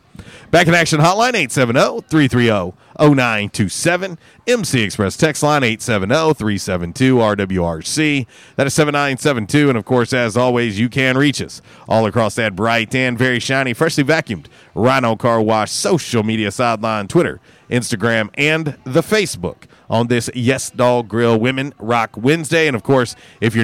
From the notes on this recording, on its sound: Was “Women Rock Wednesday” LIVE from YesDog Grill! On The Ticket 95.3 Fm/970 AM, Ritter Communications Tubetown 21!